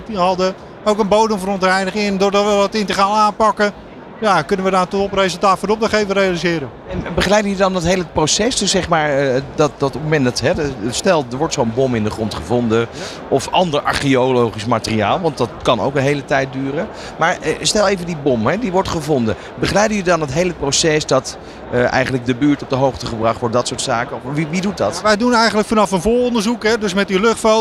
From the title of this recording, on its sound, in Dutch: New Business Radio op de PROVADA 2023